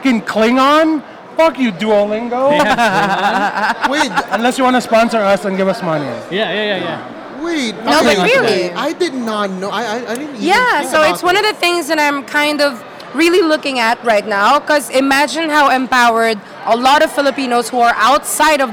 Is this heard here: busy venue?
yes